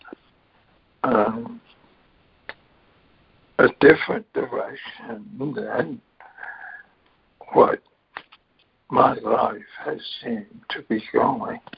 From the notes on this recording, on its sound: ACIM Daily Conference Call